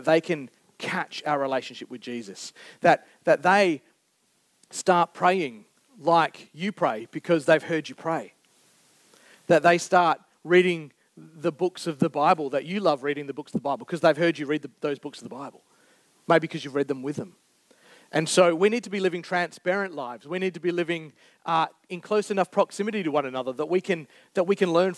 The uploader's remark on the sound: Recorded Live on the 9th July 2023. Geraldton Baptist Church.